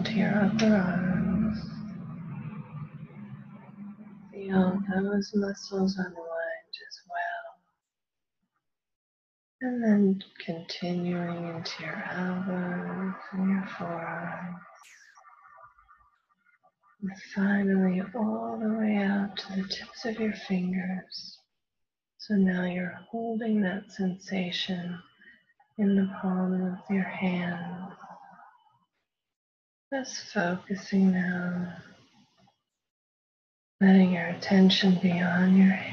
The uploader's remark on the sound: Prerecorded LIVE workshop. This is a recording of a weekly live workshop, hosted virtually.